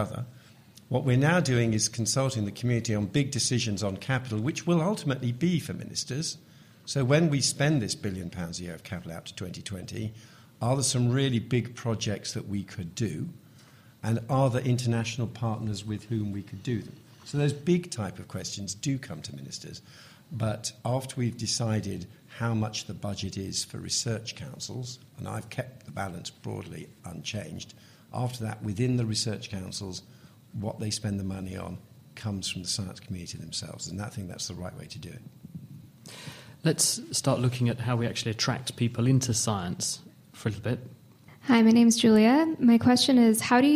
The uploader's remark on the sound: Live at the AAAS 2014 meeting in Chicago. To answer questions live from the audience.